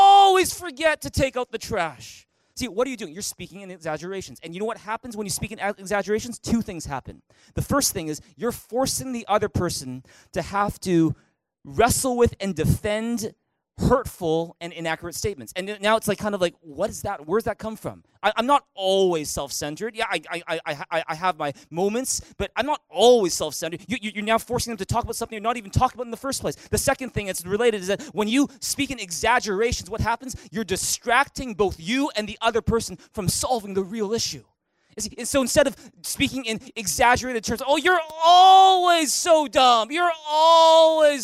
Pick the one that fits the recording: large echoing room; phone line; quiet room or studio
large echoing room